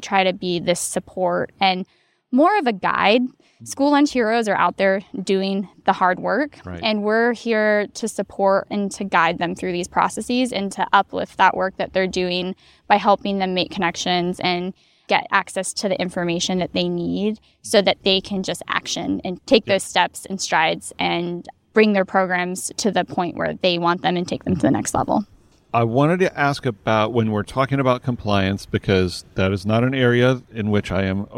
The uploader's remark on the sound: Recorded this episode at the California School Nutrition Conference in Palm Springs. Our initial plan was to be very southern California and record it poolside, but the background music was a bit much, so we just found a quiet spot outside the convention center and had a great talk.